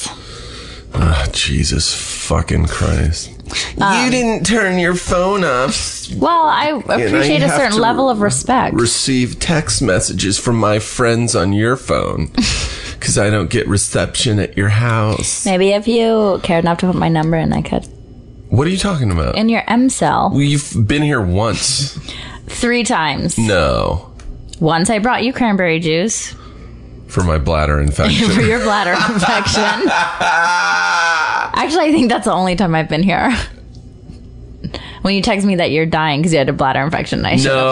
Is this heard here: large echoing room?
no